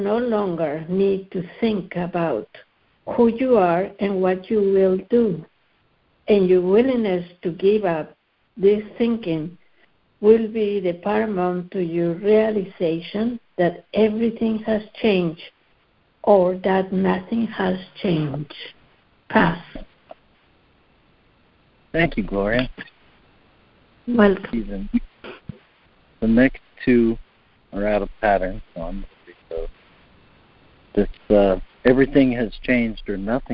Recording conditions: phone line